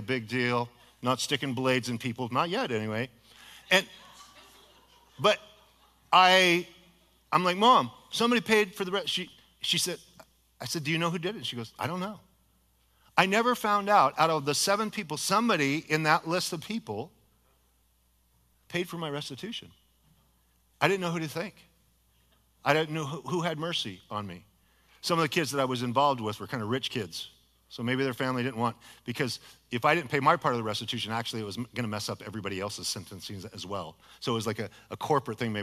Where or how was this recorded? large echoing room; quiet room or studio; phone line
large echoing room